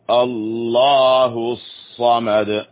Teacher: صاء الصاد قوية، الصاد الحروف القوية بعكس السين. الله لفظ الجلالة مفخم